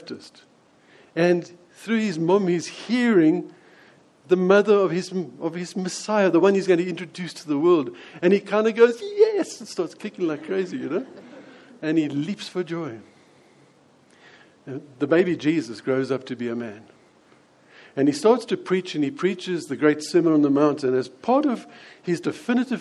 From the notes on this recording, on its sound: preached at Lonehill Village Church on Christmas day.